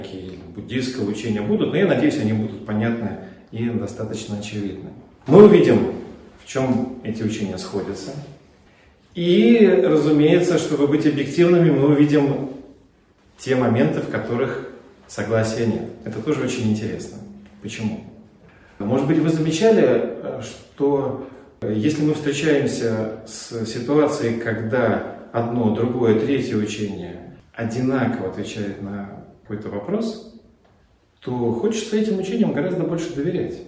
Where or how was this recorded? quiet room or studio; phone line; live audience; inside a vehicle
live audience